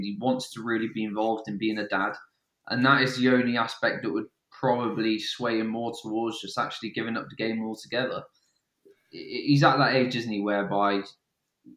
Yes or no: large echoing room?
no